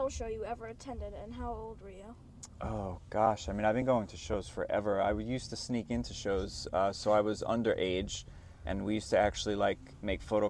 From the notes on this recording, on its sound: we hopped into their tour minivan outside a club in Baltimore and did a quick interview